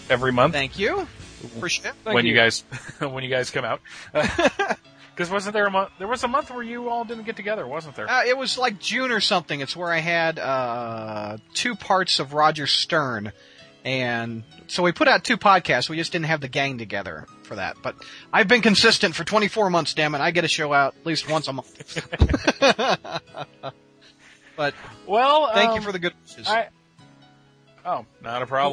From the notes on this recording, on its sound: We answer a few more live calls.